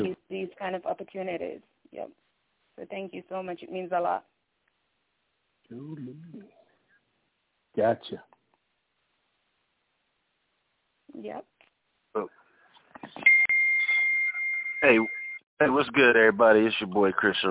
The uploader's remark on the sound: The Nerve Djs Bi-Weekly Industry Conference Call